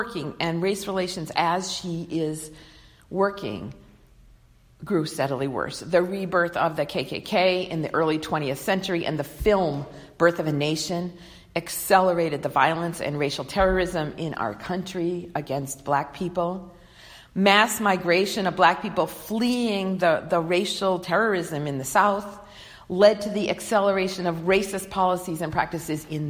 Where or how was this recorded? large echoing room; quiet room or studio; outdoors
large echoing room